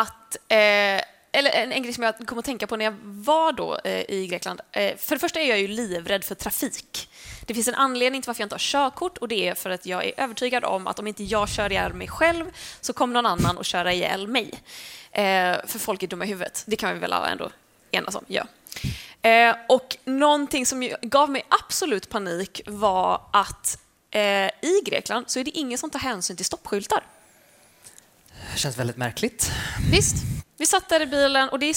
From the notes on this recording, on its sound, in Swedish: Live från Poddfest 2022. Diskuterar framför livepublik. Med äkta pålagda skratt.